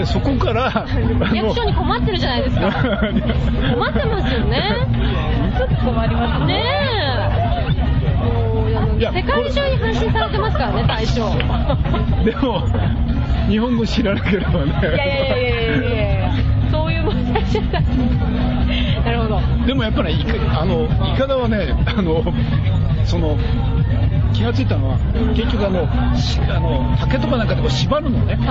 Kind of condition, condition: setting, busy venue